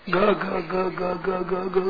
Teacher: ये महाप्राण है, इनमें प्राण खर्च ज्यादा होते हैं